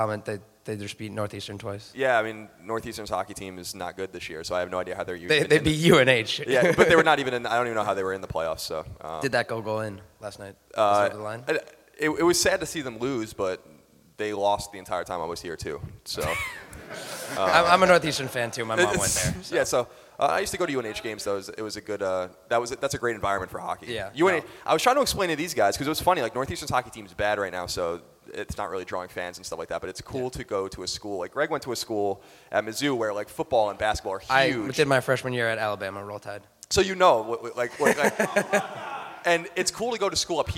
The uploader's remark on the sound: Live at PAX East 2014! The boys unite for tehir first ever panel with the whole crew!